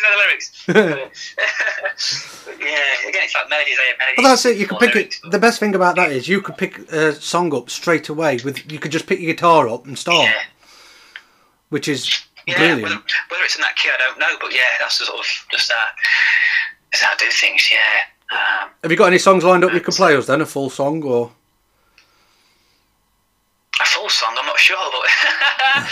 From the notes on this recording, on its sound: He even performs some live music (over the phone due to the coronavirus)